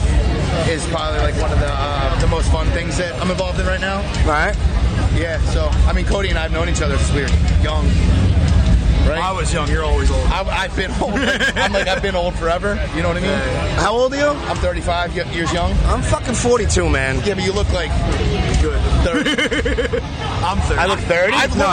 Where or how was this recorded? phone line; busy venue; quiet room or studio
busy venue